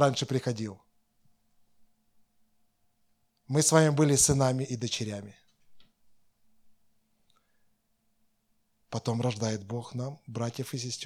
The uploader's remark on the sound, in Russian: Запись воскресного служения Церкви в Евпатории.